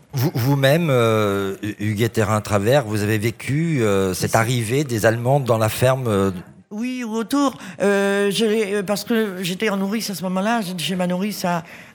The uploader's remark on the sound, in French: En direct du salon du livre dimanche 2 octobre 2022. Était sur les radios de la FRAMA en direct du salon du livre.